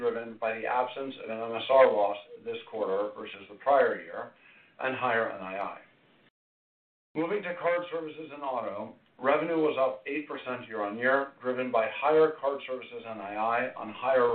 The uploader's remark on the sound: Fourth-Quarter 2023 Earnings Conference Call of J P Morgan Chase & Co.